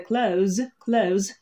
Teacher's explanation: Прям оставляйте в конце звук «з», легально избавившись от межзубного, особенно во flow speech, в обычной речи, и прям будет вам счастье.